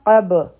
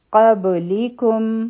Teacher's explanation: په با باندې چونکې سکون دی، په دې باندې به مونږ قلقله کوو، آواز به واپس راشي مونږ ته قب. او دا لام د لاندې کسره ده، دا به نه راکاږو، لی او کوم.